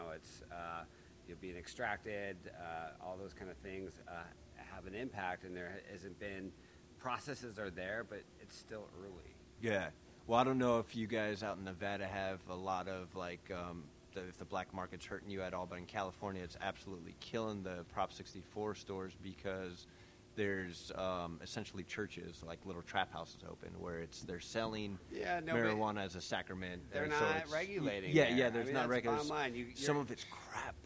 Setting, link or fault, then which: setting, busy venue